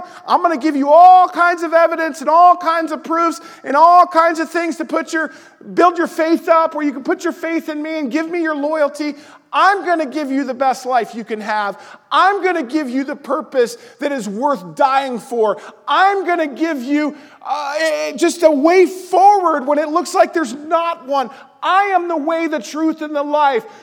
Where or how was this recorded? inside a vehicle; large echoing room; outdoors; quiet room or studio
large echoing room